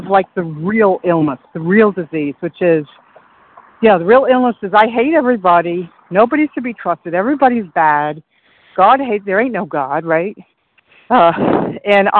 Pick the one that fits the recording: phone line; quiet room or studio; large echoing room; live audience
phone line